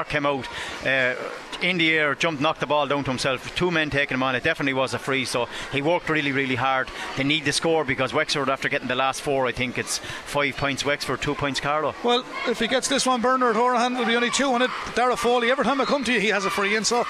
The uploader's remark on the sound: Chadwick’s Wexford Park beckoned. We were live in the stands for full commentary and analysis.